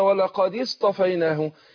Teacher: ما أقول ولقد اصطفيناه اتحركت لأجل التقاء الساكنين، لأن الدال ساكنة وبعدها همزة الوصل اللي هي الألف بتاع اصطفى، الألف دوت يسمى زي ما قلنا قبل كده همزة الوصل وألف الوصل. لكن لما جينا وصلنا ما قلنا ولقد اصطفيناه كسرنا الدال لأجل التقاء الساكنين